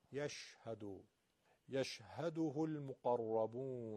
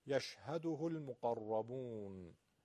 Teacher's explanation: شین رو دقت بکنید، یشهدو سه که سین توش قاطی باشه نگیم، یشهدو، یشهده المقربون. میگن شین صفت تفشی داره، یعنی صداش متراکم نیست، سوت نداره، صداش پخشه. تفشی یعنی فاش شدن، پخش شدن.